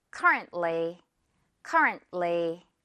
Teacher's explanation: 중간에 T는 아주 살짝만 들리는 거죠.